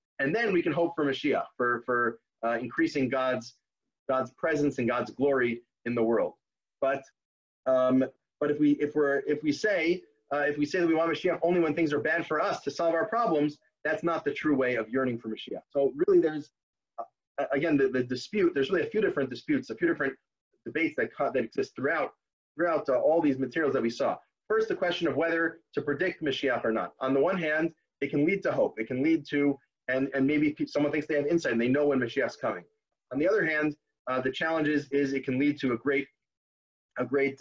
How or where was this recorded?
video call